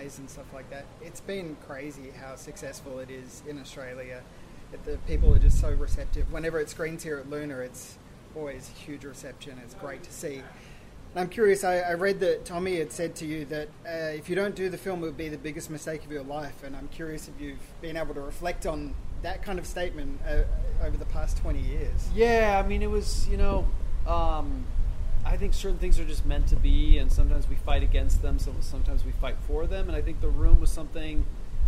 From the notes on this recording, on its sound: This interview was recorded in Northbridge so there is some atmospheric sound, and you'll have to excuse the mic dropping midway through, the wind knocked it over.